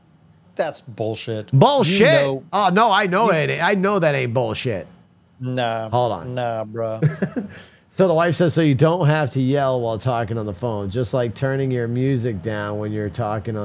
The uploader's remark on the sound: Recorded with a live audience